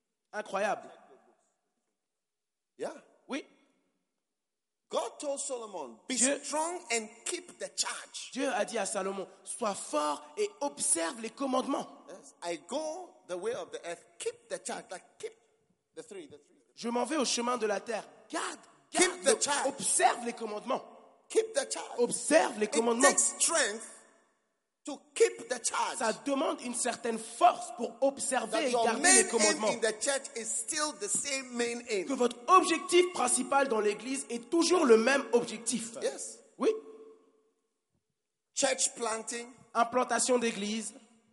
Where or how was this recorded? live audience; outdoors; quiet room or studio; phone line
live audience